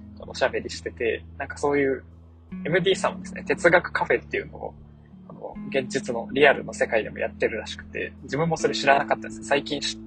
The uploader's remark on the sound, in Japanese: 2022年9月30日の夕方、運転中の車内にて収録